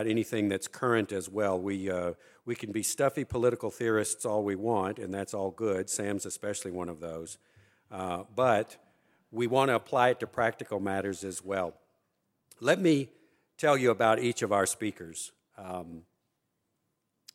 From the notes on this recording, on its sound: Acton’s 8th Annual Chicago Open Mic Night took place on Wednesday, November 8th at the University Club of Chicago